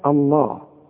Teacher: اذا بدأت بلفظ الجلالة فالهمزة دائما مرققة